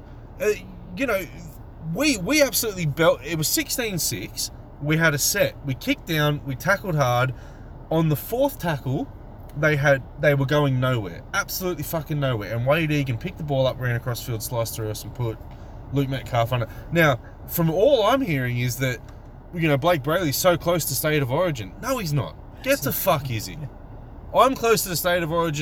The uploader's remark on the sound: sit in the car and yell for half an hour